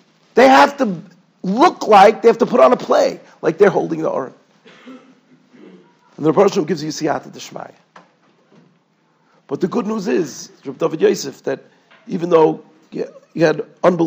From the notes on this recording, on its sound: Shiur recorded in Yeshivas Ohr Reuven, Monsey, NY.